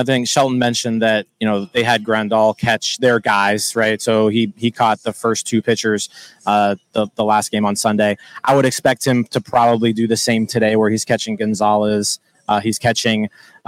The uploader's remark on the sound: LIVE At LECOM Park. We are live inside LECOM Park for today’s Spring Training game.